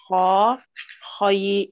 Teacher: فخم الخاء، خاء خي، فيها درجة تفخيمها